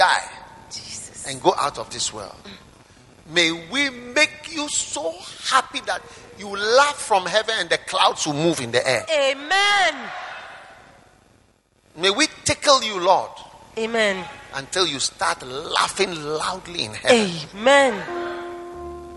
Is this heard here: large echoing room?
yes